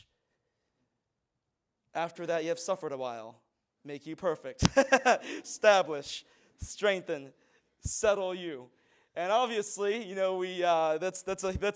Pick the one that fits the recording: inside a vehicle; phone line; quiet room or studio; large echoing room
large echoing room